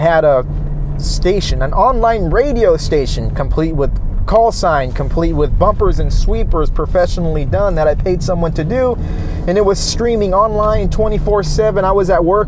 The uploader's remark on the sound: No worrying about audio for this one as I felt the need to just record as I hit the road home.